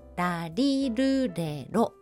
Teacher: このラ行は舌先が上の歯茎についていて、舌先を弾いた時に音が出ます。 · Term: 弾き音